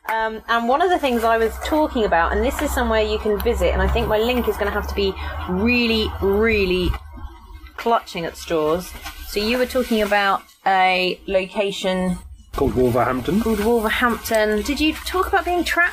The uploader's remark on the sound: As we are recording in gardens the sound quality is not our usual Studio sound and will have added sound effects like neighbors, birds, motorbikes, and this time even a construction site.